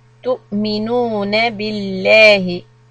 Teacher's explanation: Lafzi jalala lam here is soft.